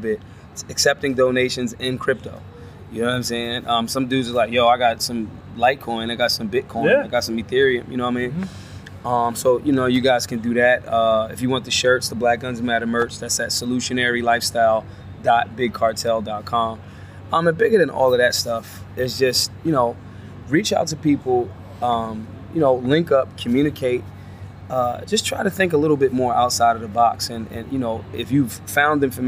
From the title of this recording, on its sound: Live from the LNC